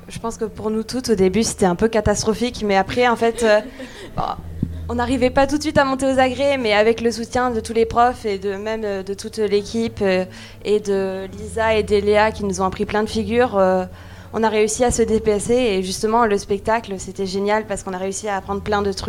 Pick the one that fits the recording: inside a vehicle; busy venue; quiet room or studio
busy venue